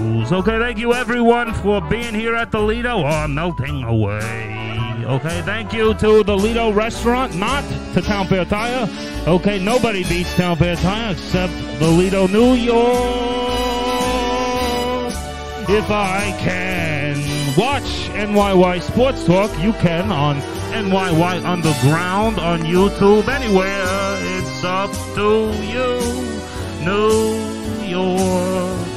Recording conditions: busy venue